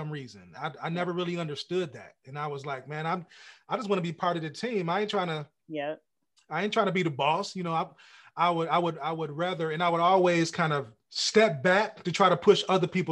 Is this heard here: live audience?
no